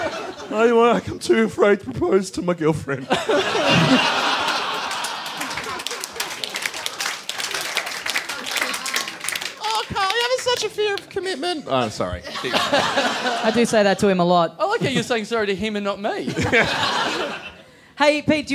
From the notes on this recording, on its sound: Recorded LIVE at Five Boroughs on Sunday April 13th, as part of the Melbourne International Comedy Festival.